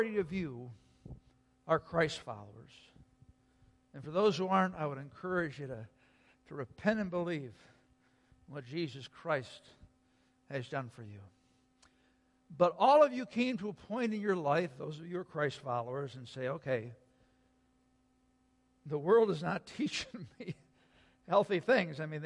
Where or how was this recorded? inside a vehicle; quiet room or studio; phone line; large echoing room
large echoing room